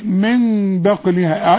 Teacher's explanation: لو سمحت اقلب النون لميم العلماء بيسموها اقلاب مع الاخفاء بالشفايف مع الغنة